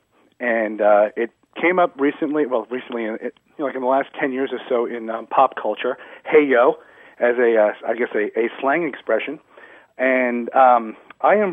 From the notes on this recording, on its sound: A pilot phones the show